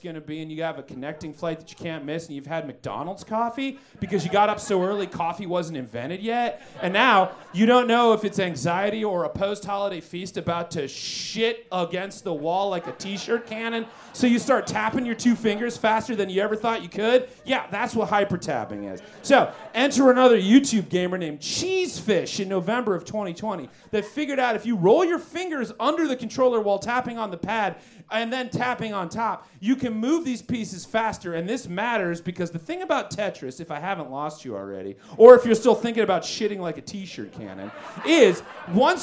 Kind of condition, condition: setting, busy venue